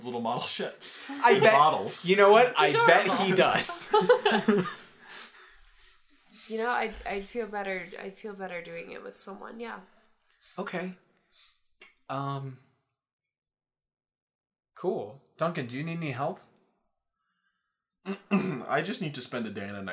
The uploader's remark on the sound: Please note that the audio quality is a little lower